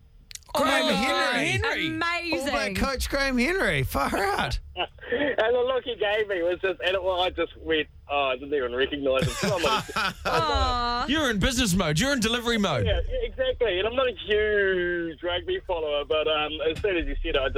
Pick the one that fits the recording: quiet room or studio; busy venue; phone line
phone line